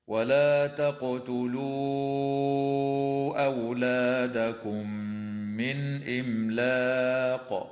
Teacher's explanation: تقلقل القاف وصلا ووقفا في كلمة تقتلوا، وتمد الواو فيها وصلا بمقدار 4 أو 5 حركات من قبيل المد المنفصل، وتدغم الميم الساكنة في الميم مع الغنة في قوله تعالى: أولادكم من، وتظهر النون الساكنة عند الهمزة في قوله تعالى: من إملاق.